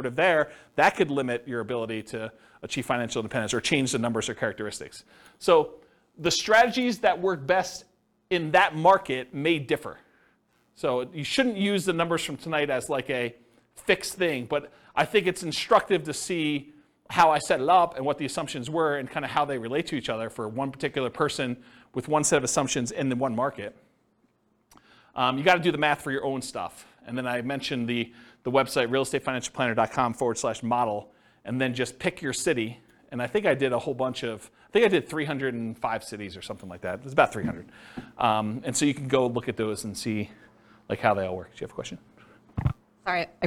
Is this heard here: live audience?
yes